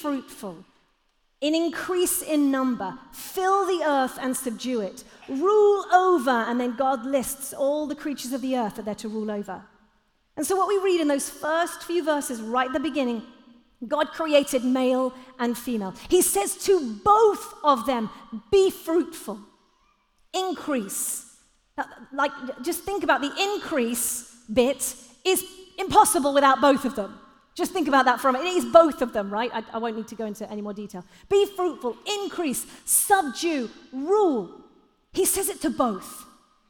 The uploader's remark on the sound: Live at The Orchard Conference 2022